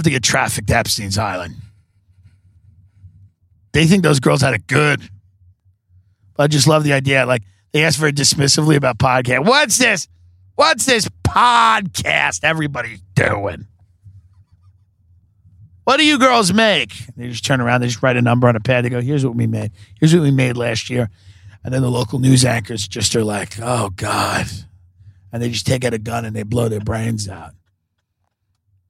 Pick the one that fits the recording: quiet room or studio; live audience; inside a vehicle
inside a vehicle